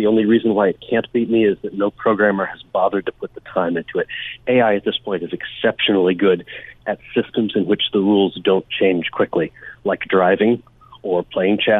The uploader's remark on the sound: joins via phone